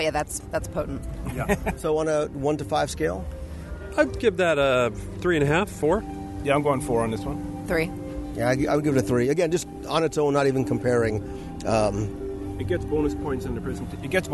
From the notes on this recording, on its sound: LIVE Walkabout and Review of Epcot’s Festival of the Arts. LIVE from the Epcot International Festival of the Arts, as we wander through Future World and World Showcase. We not only review all there is to see, do, and enjoy, but wander the World Showcase promenade and sample food and drinks from each of the Festival marketplace kitchens in our live review!